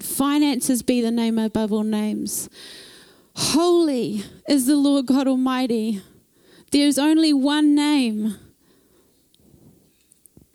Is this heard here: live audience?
yes